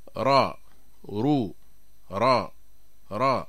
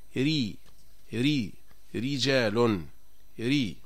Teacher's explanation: أما إذا كانت الراء مرققة فلا يتقعر اللسان ولا يتراجع لسان المزمار · Shown in: second take